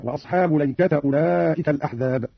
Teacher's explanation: قرأ قالون بفتح اللام والتاء هكذا: وأصحاب ليكة أولئك الأحزاب.